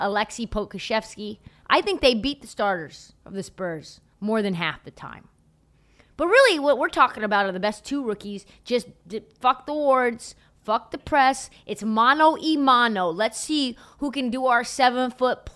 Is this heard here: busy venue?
no